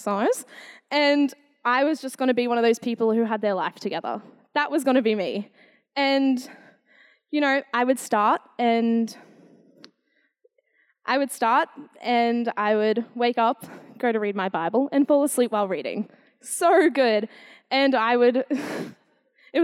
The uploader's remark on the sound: Recorded in the 5pm service on Sunday, 25th September 2022